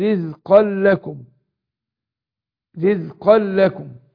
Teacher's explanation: من الثمرات رزقل هنا حصل ايه، رزقل هنا صار رزقا تنوينه، فانا هضغم نون التنوين دي في اللام ادغام بغير غنه، اقول رزقا لكم اقول ايه، فلا تجعلوا، فلا تج يبقى